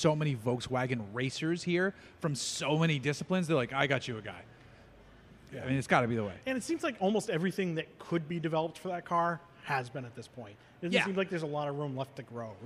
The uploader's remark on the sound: We recorded this episode live at Four Sons Brewery in Huntington Beach, CA.